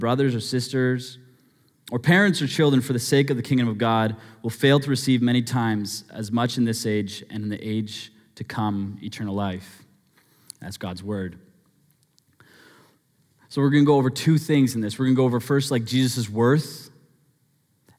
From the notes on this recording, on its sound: Sermon Audio From Northview Young Adults